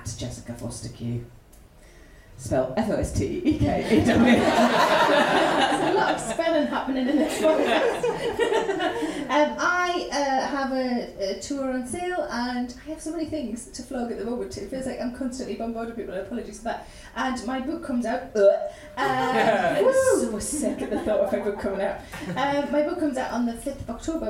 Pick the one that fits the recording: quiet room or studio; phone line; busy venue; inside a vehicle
busy venue